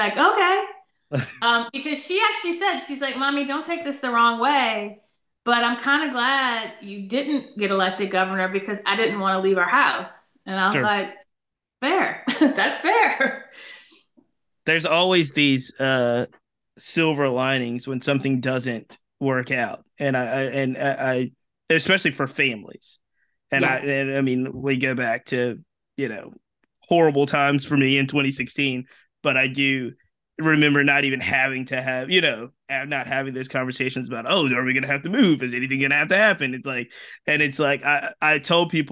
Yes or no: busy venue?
no